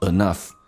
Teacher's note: 因为 e 会弱化成 a 比较的容易发一点